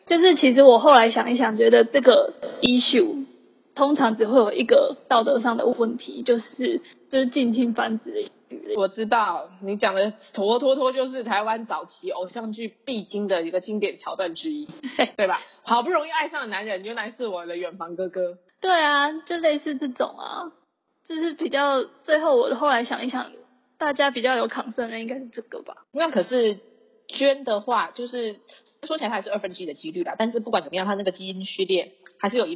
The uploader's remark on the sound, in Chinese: 本集音質不佳，不建議使用耳機